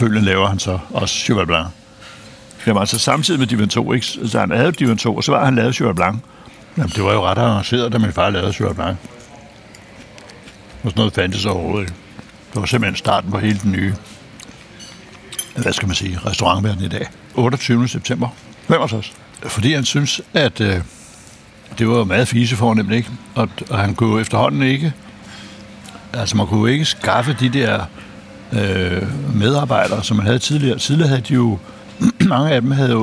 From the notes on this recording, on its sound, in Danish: Optaget på Nimb Brasserie, Tivoli, København.